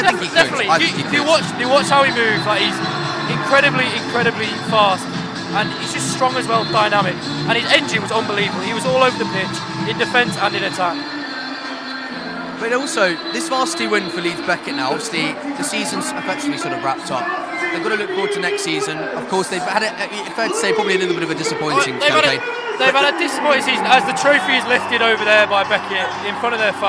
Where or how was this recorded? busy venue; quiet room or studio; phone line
busy venue